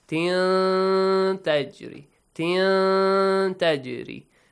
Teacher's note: it matches the rule ikhfa, which means you hide the sound of tanween.